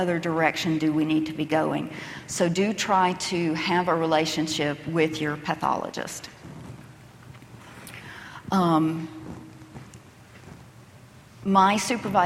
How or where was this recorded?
busy venue